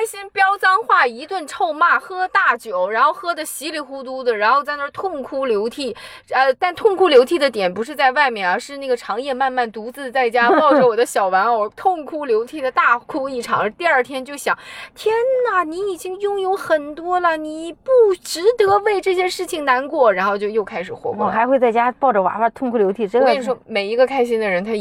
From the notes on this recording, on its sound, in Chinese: 这期是我们在车里聊了下她创业以来的一些故事跟心得。可能你会偶尔听到一些转向灯的声音，都是正常的，不过整体音质我觉得还OK啦。